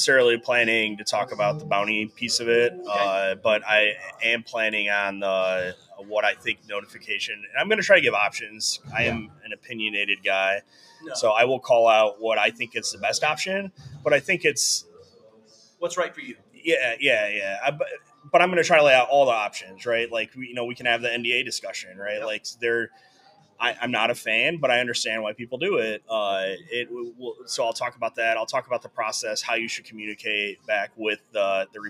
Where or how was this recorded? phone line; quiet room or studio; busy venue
busy venue